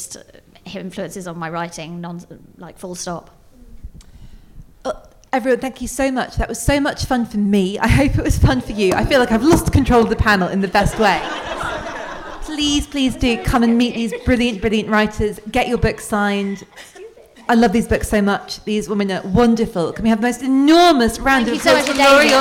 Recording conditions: live audience